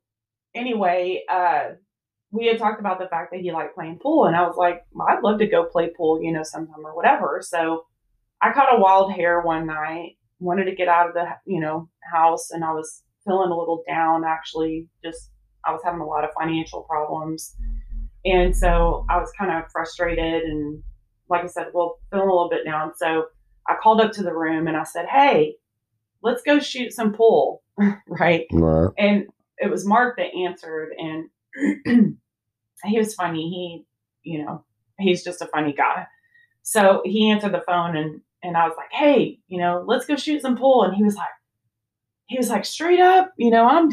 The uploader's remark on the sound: I promise my mic will be positioned properly in the future!